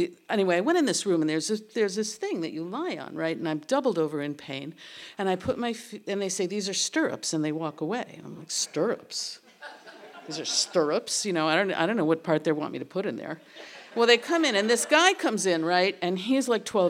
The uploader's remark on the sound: Recorded in front on a live audience on August 31st, 2016 at Payomet Center for the Performing Arts in Truro, Cape Cod.